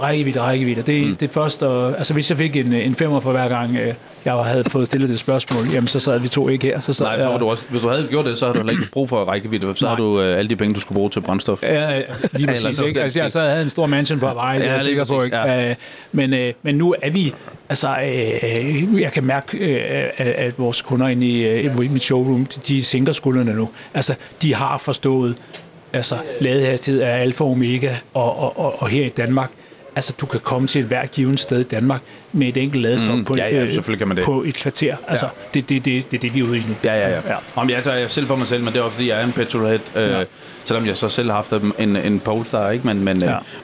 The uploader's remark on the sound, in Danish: Vores mission på dette års eCarExpo 2023 var at møde nogen af de brands, start-ups, muligheder og bilmærker som hele bølgen af elbiler har ført med sig. Episoden er optaget på branchedagen på eCarExpo.